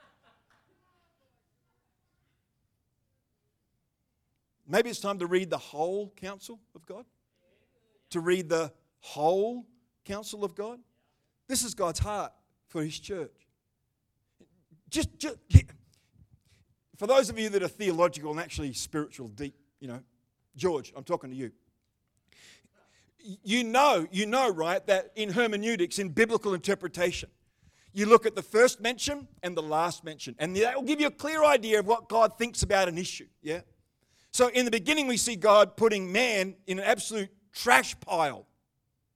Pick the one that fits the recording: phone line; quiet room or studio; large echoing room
large echoing room